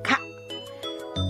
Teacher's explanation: ベロの奥に力を入れて軟口蓋が持ち上がることで発音できる